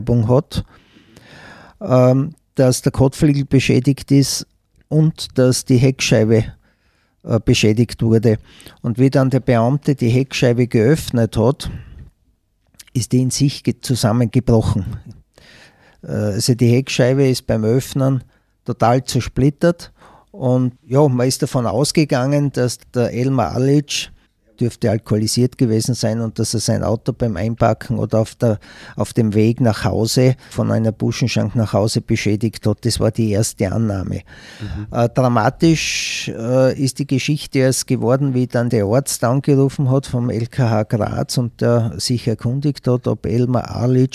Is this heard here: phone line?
no